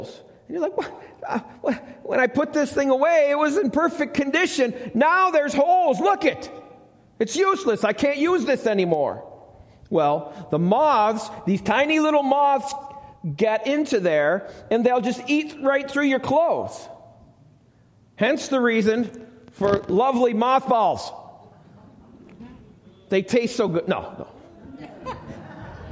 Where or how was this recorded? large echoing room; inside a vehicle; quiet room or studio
large echoing room